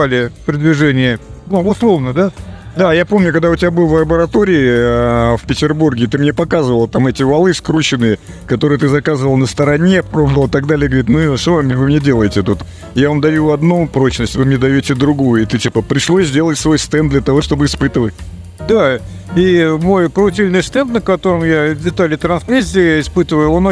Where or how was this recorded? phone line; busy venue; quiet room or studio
busy venue